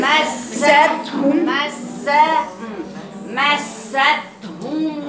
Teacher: مثل الذي خلوا من قبلكم مست افتحي افتحي المفتوح مست مست بصي مستهم يعني تفتحي السين